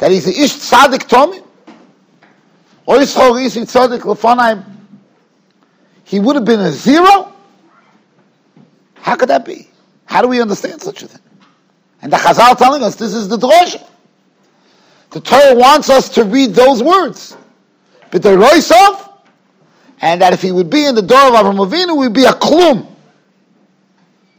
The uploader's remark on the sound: Shiur recorded in Yeshivas Ohr Reuven, Monsey, NY.